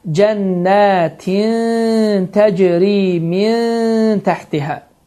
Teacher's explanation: Dediyim kimi, ixfə qaydası əməl edilməsi vacib olan, lazım olan qaydalarındandır ki, burada səs itir, gizlənir və dilin ucu yuxarı kəsici dişlərə toxunaraq, yəni az qalır ki, toxunsun və səs burundan çıxaraq ixfə edilir, yəni gizlənir və 2 hərəkə miqdarında uzadılır